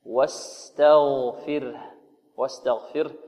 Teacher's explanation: الواو مرققة، والسين كذلك مستفلة، والتاء مستفلة، والغين مفخمة